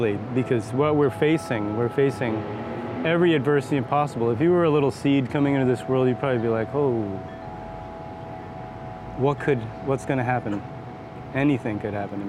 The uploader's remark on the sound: SeedBroadcast asked folks at the 2022 Smithsonian Folklife Festival X Earth Optimism Festival